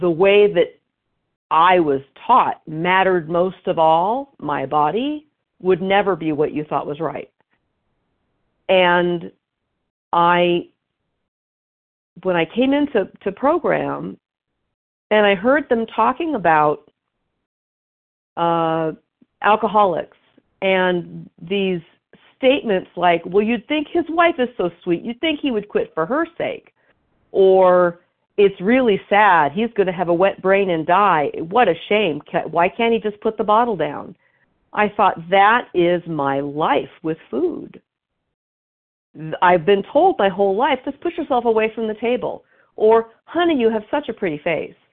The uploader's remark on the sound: 100 Pounders Phone Meeting, 2/25/23